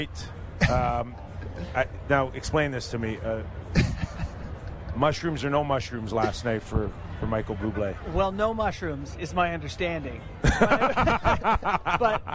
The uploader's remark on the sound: Live at Fan Fair. Are live at All-Star Fan Fair to break down a news-filled day in the NHL!